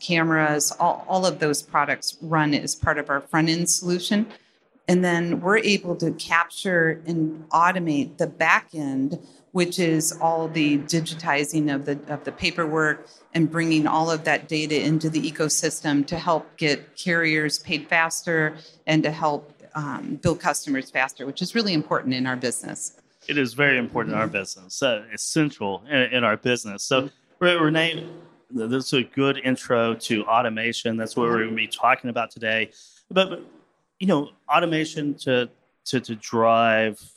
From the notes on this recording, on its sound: in this fireside chat on day 2 of F3